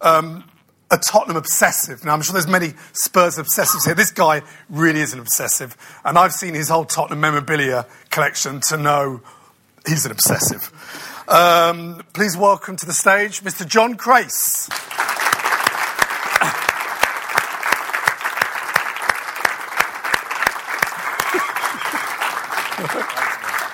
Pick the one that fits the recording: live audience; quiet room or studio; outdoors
live audience